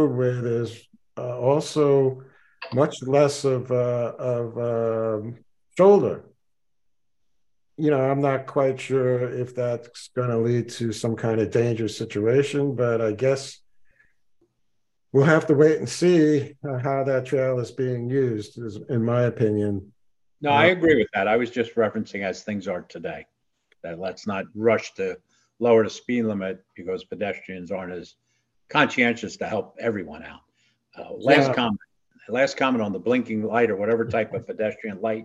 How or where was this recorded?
video call